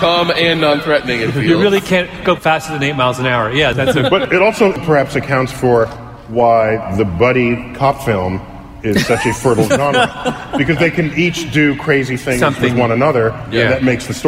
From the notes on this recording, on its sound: Recorded live at NYC’s Hammerstein Ballroom.